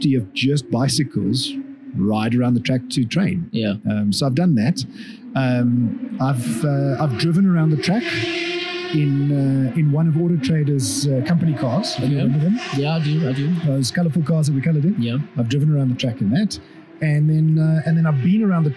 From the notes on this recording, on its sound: Report live from Festival of Motoring 2023 at Kyalami racetrack! At the AutoTrader stand.